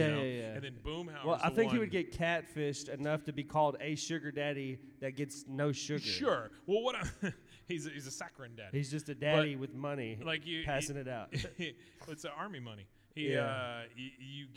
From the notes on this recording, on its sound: Rogue Con '23 Live Show.